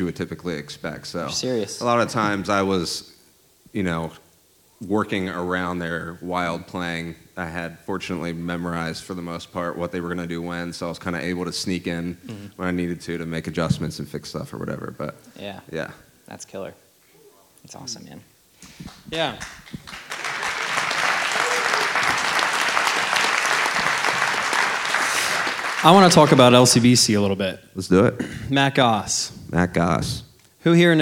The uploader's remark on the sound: Live at Beating Drums to Battle Cancer. Their first ever LIVE interview recorded at the event!